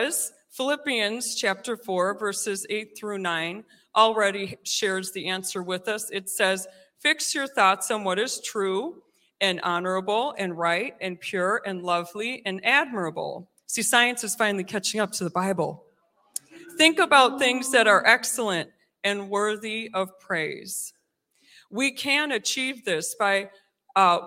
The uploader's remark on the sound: recorded live on June 19th at Newark United Pentecostal Church